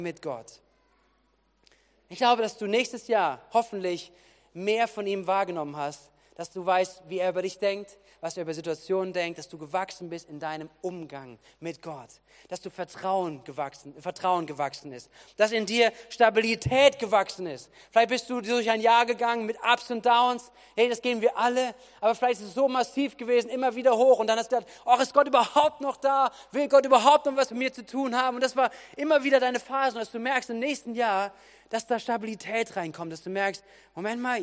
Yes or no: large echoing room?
yes